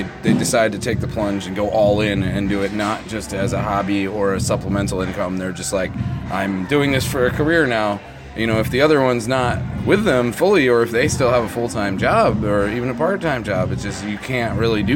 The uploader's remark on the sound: at the Artworks Trenton Monsters Ball